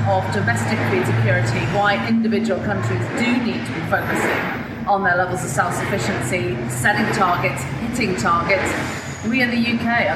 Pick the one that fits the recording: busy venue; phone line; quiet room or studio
busy venue